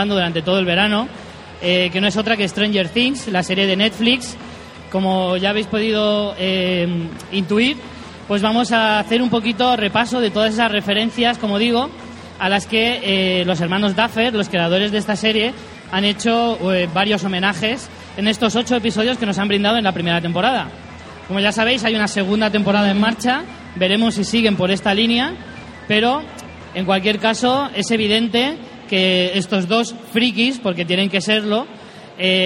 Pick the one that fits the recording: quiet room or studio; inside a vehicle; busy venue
busy venue